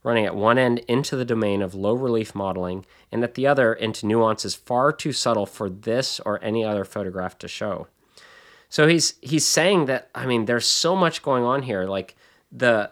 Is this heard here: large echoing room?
no